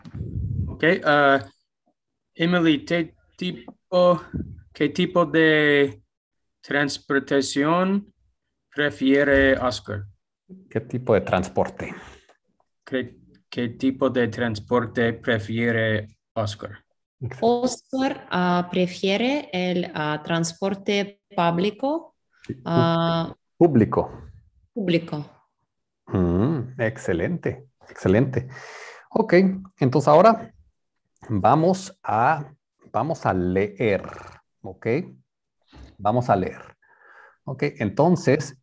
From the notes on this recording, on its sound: Spanish Class on Zoom.